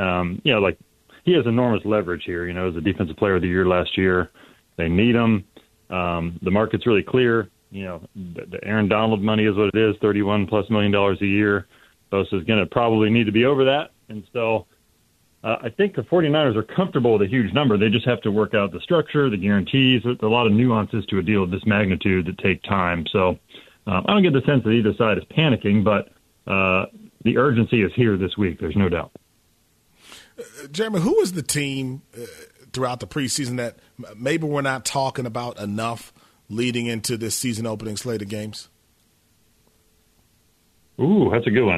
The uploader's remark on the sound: We go to the phone and hear some bold predictions from our listeners as well.